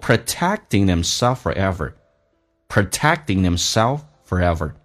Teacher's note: self 的 F 不发音，因为 forever 是以 F 开头